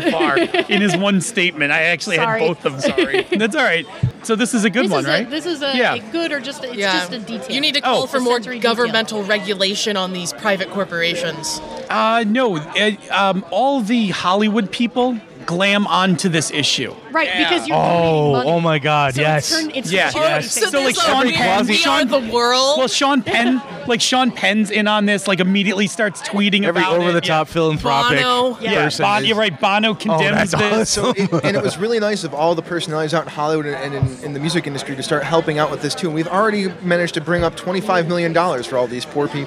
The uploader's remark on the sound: LIVE FROM QUEEN CITY CONQUEST